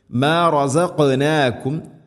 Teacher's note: റസഖ് ഖാഫിന് സുക്കൂനാണ്, ഖൽഖല ചെയ്യണം, ശരിക്കും കേൾക്കണം. മാ റസഖ്നാകും, മഖ്റജും ശ്രദ്ധിക്കണം, തൊണ്ടയുടെ മുഗൾ ഭാഗവും കഴിഞ്ഞ് ചെറുനാക്കിൻ്റെ ആ ഒരു ഭാഗമാണ് ഖാഫ്.